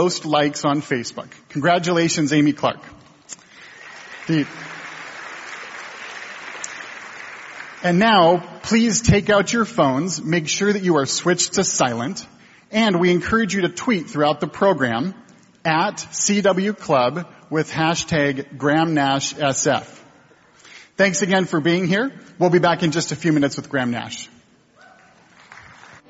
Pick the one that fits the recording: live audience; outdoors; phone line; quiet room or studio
live audience